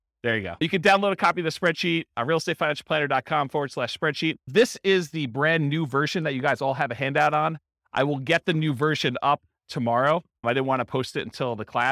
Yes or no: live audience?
yes